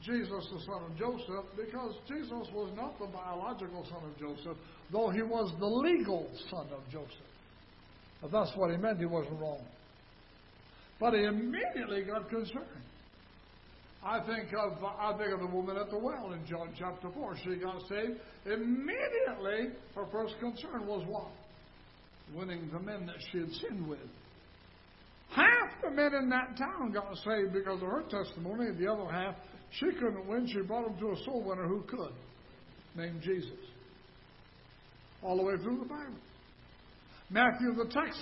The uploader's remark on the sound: Ketha Heights Baptist Church ~ Live Broadcast